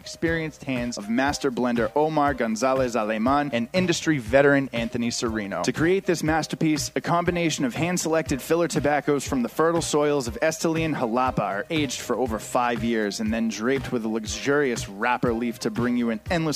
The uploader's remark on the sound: Live from Two Guys Smoke Shop in Salem, NH